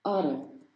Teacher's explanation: T를 Utter 이렇게 안 하고 T 발음을 좀 굴려서 어러라고. 미국식 영어에서 이렇게 해요.